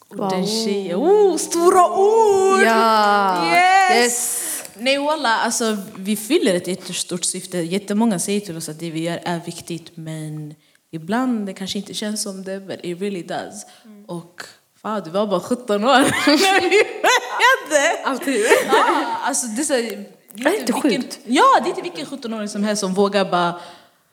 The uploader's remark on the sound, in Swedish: Detta firar vi med en livepodd där vi har bjudit in världens bästa publik, och dunder gäster!